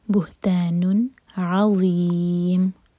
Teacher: بہتان، یہاں پر ہے اظہار، تو نہ تو ہم نون کی آواز کو ہولڈ کریں گے اور نہ ہی قلقلہ کی آواز آنی چاہیے